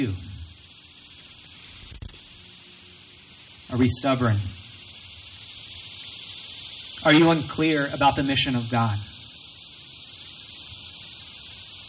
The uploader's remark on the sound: Recorded from our outdoor worship gathering.